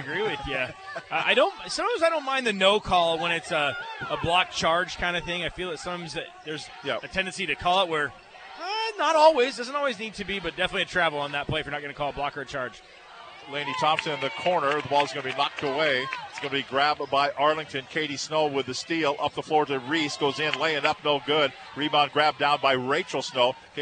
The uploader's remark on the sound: Live from Joe Richer Court at Everett High School